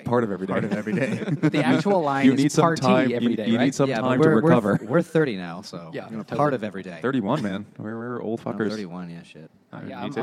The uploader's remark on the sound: Moby Dick by Herman Melville at Finback Brewery.